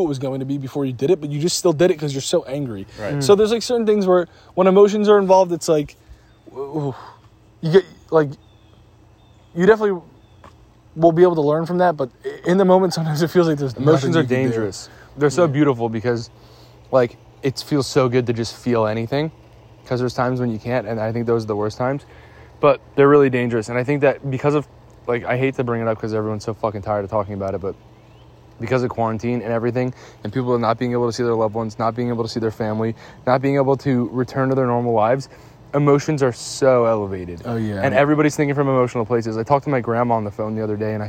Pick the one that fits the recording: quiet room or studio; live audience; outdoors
outdoors